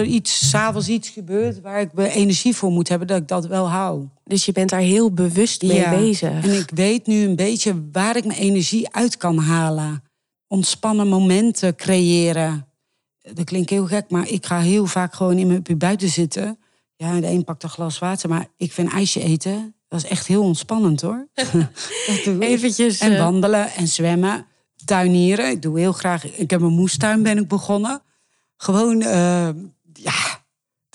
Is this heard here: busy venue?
no